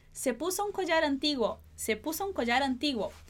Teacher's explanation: Então a gente vai conectar esse R de collar com o A de antiguo